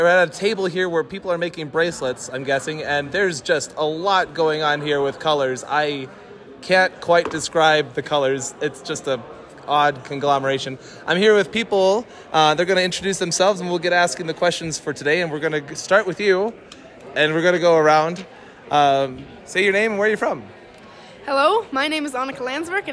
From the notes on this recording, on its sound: Mid-week at FLY 2023